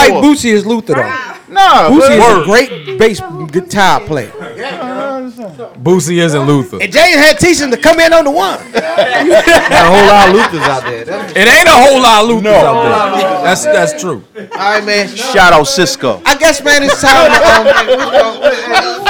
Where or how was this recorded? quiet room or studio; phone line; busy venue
busy venue